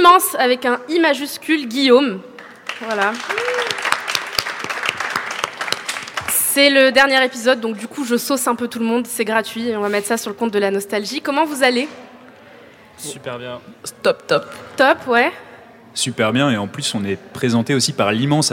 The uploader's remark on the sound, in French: C’est l’Académie du Climat, haut lieu de l’engagement politique écolo à Paris, qui nous ouvre ses portes. L'endroit idoine pour un enregistrement spécial et en public avec nos militants.